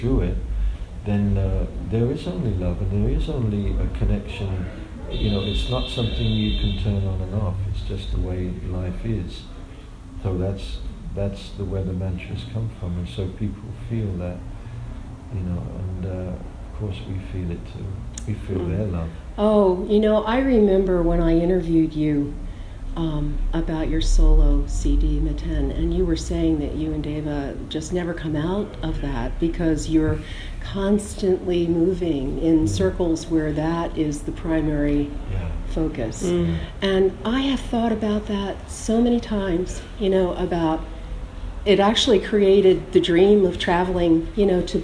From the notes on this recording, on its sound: We were admitted to the hall early to hear their soundcheck and this interview was recorded backstage.